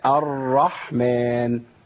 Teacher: انا عندي حاجه اسمها ارتعاد اللسان في المخرج، وده بينتج عنه اهتزاز في الصوت، لكن ما بينتجش عنه تكرير. كلمه تكرير دي معناها ان بجيب رقات كثيره.